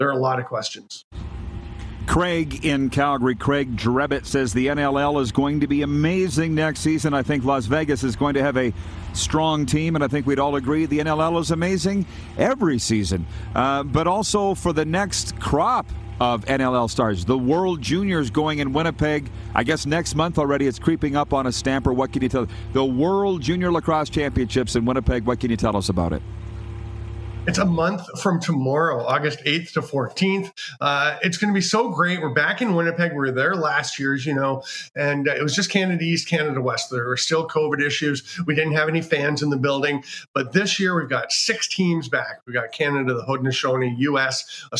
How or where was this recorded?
busy venue